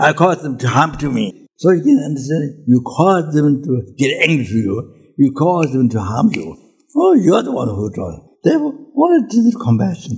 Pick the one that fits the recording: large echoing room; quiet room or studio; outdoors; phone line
large echoing room